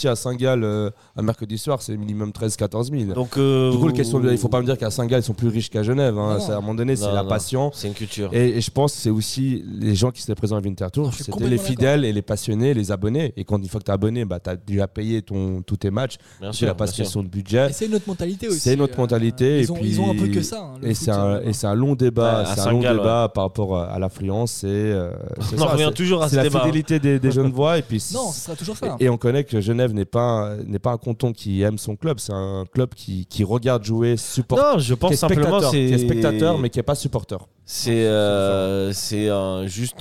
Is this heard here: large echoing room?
no